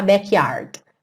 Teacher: Percebe que esse D vem só cortando mesmo a palavra.